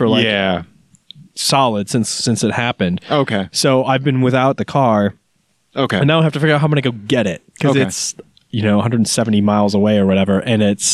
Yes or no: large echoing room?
no